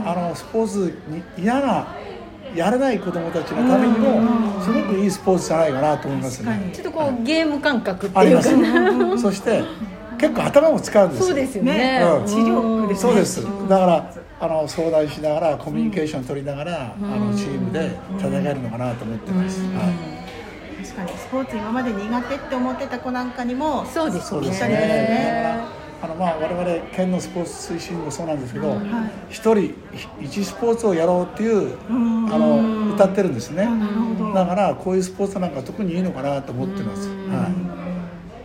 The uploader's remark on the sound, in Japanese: 信夫学習センターにて開催された、「会員交流会・ボッチャ体験会」において、収録しまし